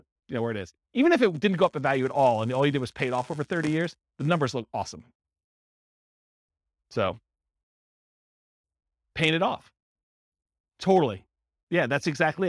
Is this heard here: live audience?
yes